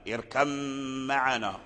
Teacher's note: والباء والميم من مخرج واحد وهما الشفتان